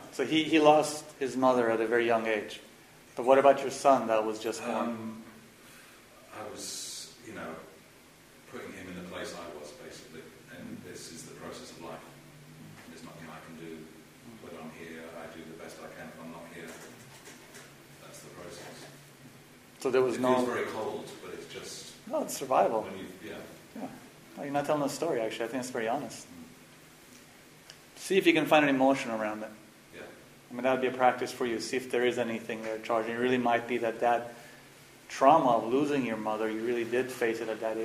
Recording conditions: poor sound quality